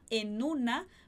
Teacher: A gente vai acabar juntando, conectando essa pronúncia, porque o en termina com N e o una começa com uma vogal. Então, a gente fala en una, mas a gente não junta numa palavra só, tá?